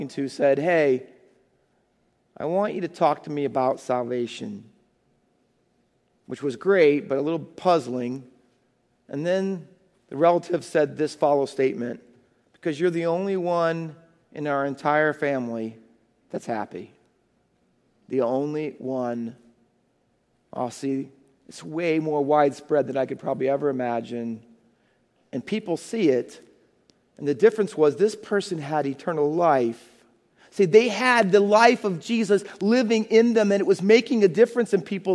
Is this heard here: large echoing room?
yes